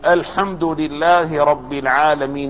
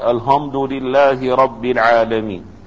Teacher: كذلك لو أبدل هاء بدلا، أبدل بدل الحاء هاء · Shown in: second take